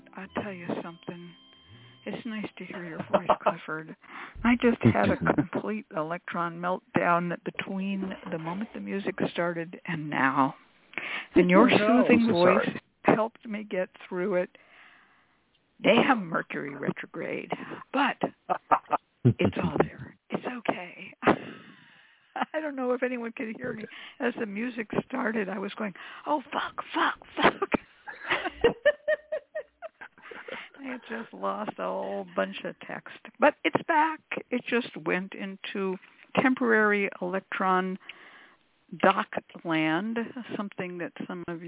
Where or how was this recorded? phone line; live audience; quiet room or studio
phone line